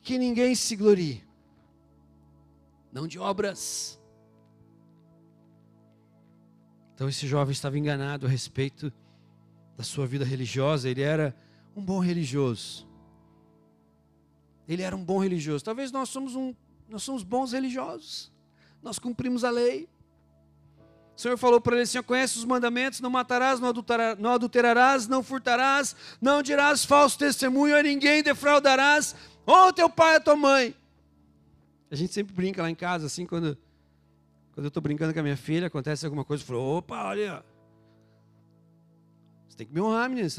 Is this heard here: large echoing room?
yes